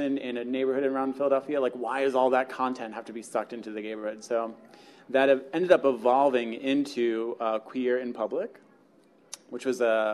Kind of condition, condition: setting, busy venue